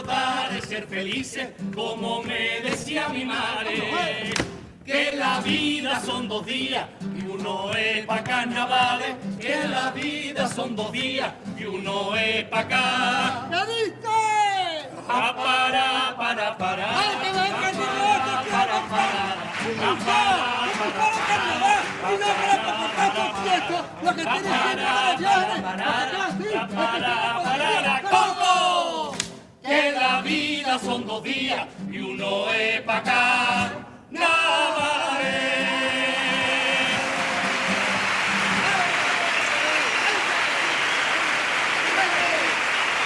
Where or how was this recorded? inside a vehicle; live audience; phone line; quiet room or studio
live audience